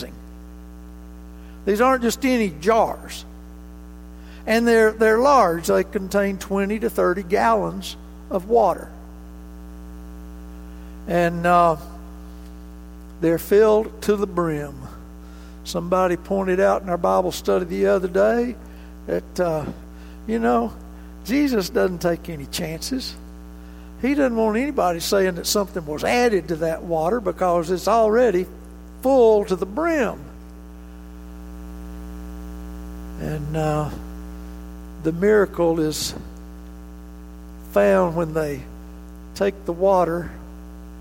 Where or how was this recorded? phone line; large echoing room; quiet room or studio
large echoing room